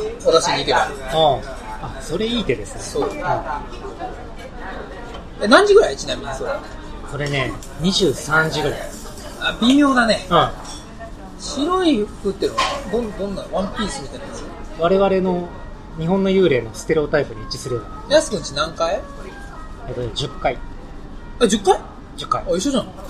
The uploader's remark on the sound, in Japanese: GWロケ回で車で話した